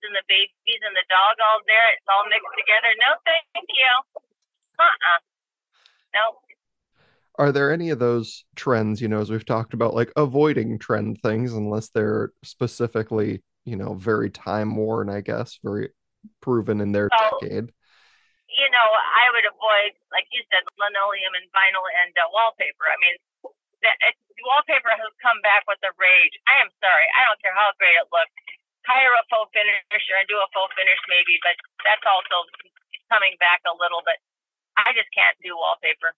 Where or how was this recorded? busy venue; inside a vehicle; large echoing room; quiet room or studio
inside a vehicle